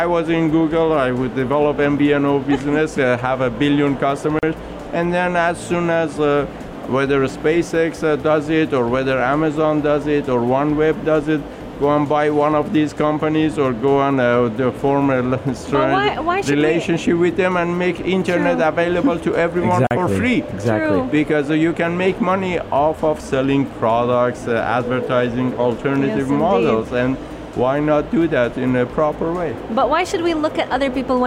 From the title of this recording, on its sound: at the Sharjah Entrepeneurship Festival 2019 (25.11.19)